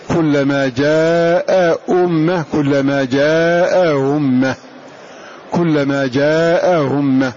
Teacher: فهذه الهمزة الثانية هنا مسهلة مقربة من الواو، لأنها كما قلنا تجعل بينها وبين ما من حركتها، وحركتها الضم، إذا تقرب من الواو فتسهل بينها وبين الواو، فنقول كلما جاء أمة، كلما جاء أمة، كلما جاء أمة.